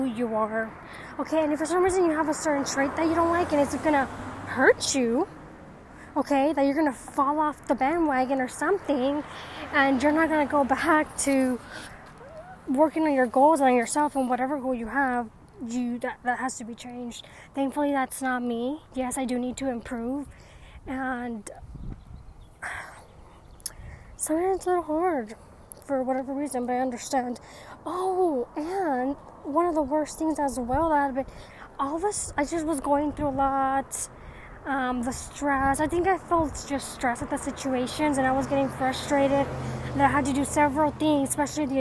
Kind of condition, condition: setting, outdoors